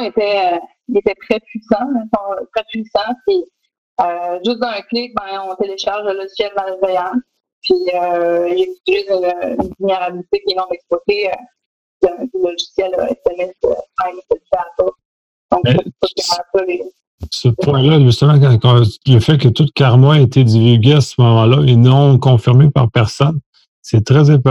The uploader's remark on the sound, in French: Locaux virtuels par Zoom. QuebecSec - Enregistrement de La French Connection. Locaux virtuels par Zoom.